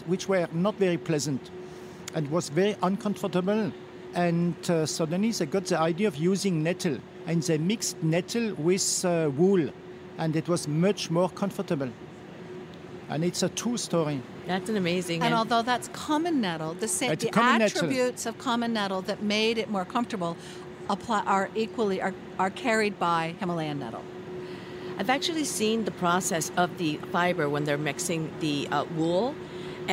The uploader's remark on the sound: on location at Premiere Vision 2016 in New York